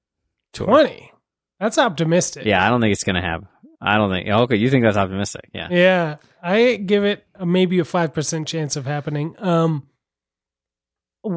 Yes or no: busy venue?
no